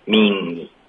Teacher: Means 这个是一个前鼻音，要顶舌尖发 n。Means。齐。 You guys are gonna have to get married in the rec center.